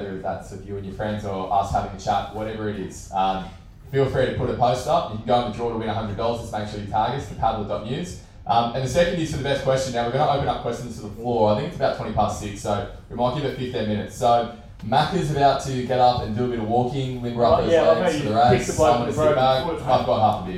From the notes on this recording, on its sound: LIVE at the World Championships. In Perth at the 2023 ICF Ocean Racing World Championships, and we're so grateful for the crowd that turned out! The sound quality isn't perfect.